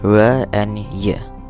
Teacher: An approximant, which is kind of like a fricative, but the two articulators aren't close enough like the English were and year.